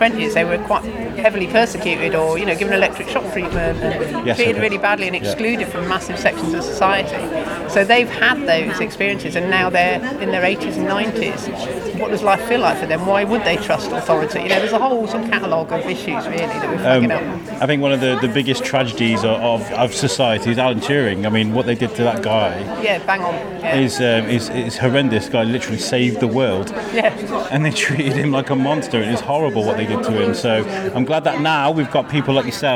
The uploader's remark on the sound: Coming to you from Claremont St in the Middle of Shrewsbury. The brand new home offices for Age UK Shropshire, Telford and Wrekin. While the champagne and canapes are passed around in celebration of the new beautiful offices.